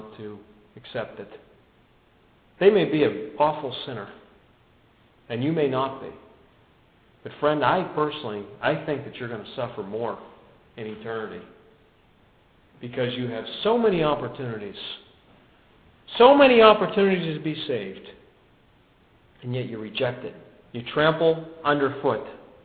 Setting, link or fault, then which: setting, large echoing room